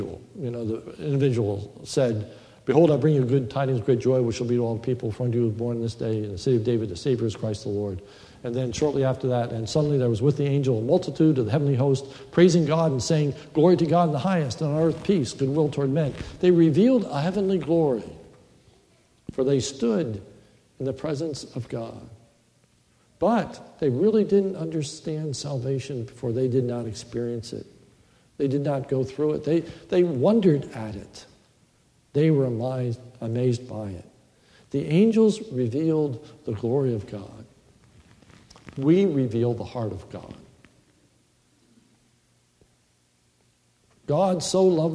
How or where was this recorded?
large echoing room